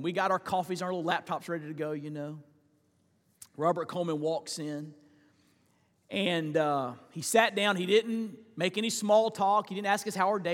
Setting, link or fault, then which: setting, large echoing room